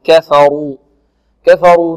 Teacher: الكاف مرققة والفاء مرققة والراء ماذا؟ مفخمة · Term: الراء مفخمة